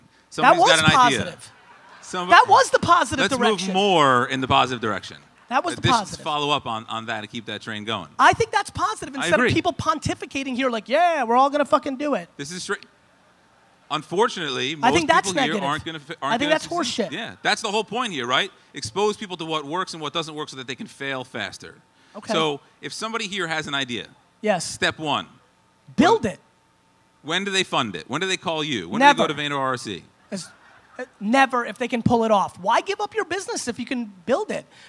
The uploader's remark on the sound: An All-Time Keynote at Propellor Fest 2016